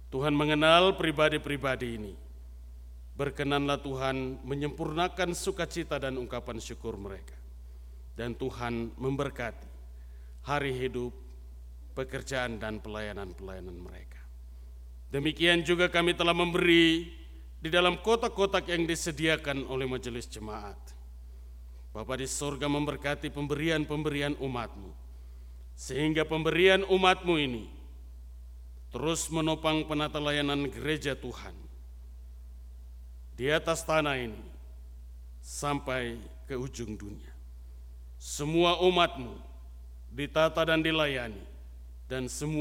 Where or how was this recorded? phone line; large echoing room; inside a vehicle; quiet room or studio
large echoing room